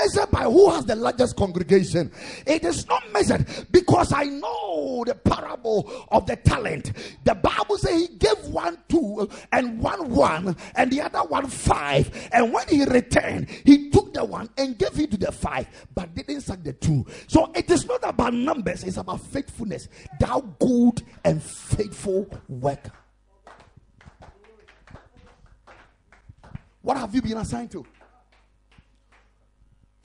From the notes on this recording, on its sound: Preached at the Ekklesia Chapel.